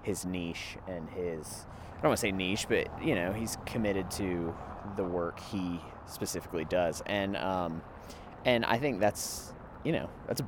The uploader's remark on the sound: A mini-sode I recorded while walking around shooting photos in Thomasville, GA.